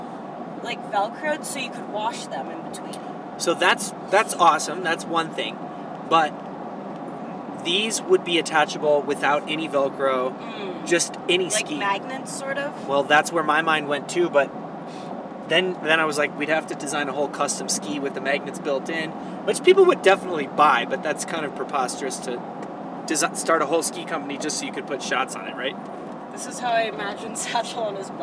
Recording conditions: inside a vehicle